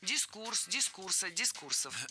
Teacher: Ударение ставим на второй слог и оставляем его там во всех формах.